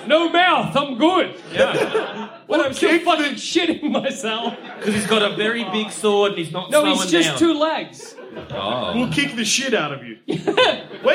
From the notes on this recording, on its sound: Part of our 2017 UK Tour. Recorded at the Soho in London.